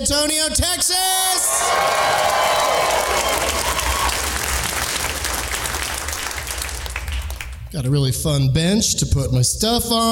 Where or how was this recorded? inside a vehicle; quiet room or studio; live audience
live audience